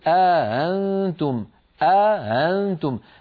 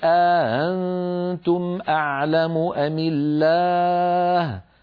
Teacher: قالون رحمه الله رواها عن نافع بإدخال ألف بين الهمزتين مع تسهيل الهمزة الثانية هكذا قل أأنتم أأنتم، الهمزة الثانية لا تكون محققة، ليست أأنتم وإنما تكون بين الهمزة والألف هكذا قل أأنتم أعلم أم الله، وهي لهجة عربية صحيحة ونقلت إلينا قرآنا كما أسلفت منذ قليل.